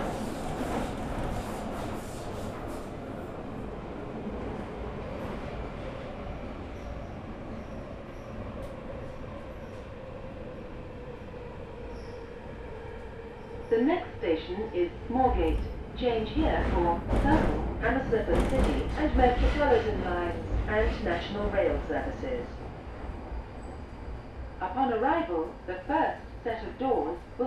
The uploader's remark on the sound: I recorded the sound of an empty Underground train. For obvious reasons the London Underground isn’t at full capacity at the moment. I decided to bring along a handheld recording device and sit there recording the noise.